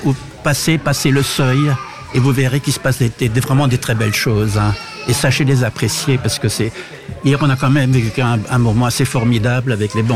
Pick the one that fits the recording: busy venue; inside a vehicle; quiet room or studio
busy venue